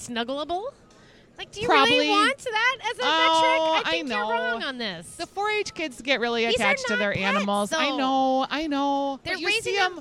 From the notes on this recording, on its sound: Live from LuLu's Public House Patio. After two record-breaking Minnesota State Fair Days.